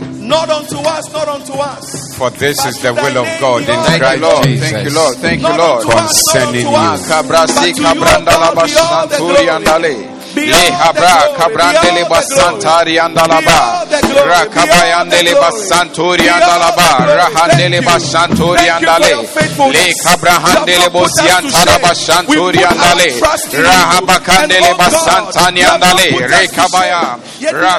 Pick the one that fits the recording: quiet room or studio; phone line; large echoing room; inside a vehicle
large echoing room